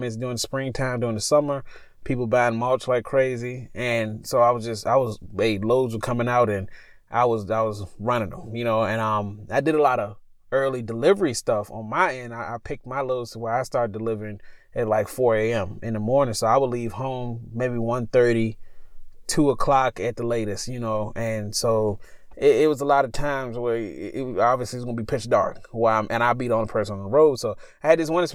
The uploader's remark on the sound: Join us as we once again sit in our car at the park and tell you some of the most bone chilling experience we've ever had.